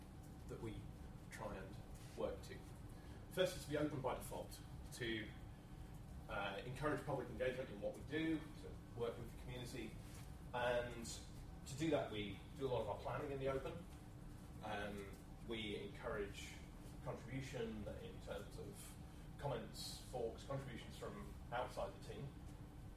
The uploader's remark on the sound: A Friday lunchtime lecture, delivered on the 12/07/2013